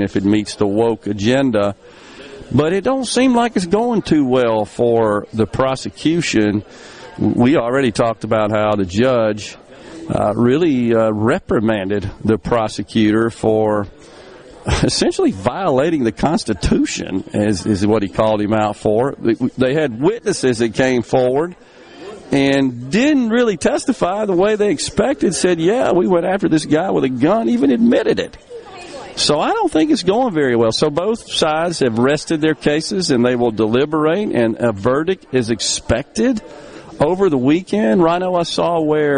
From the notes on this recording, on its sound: stop by the Oxford Conference Center for the Ole Miss Banking and Finance Symposium